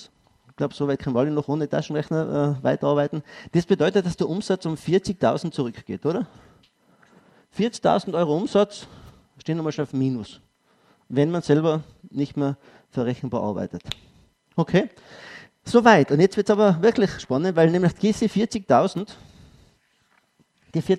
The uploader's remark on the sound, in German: Ausschnitt aus dem ÖGWT-Vortrag "Wirksame Mitarbeiterführung".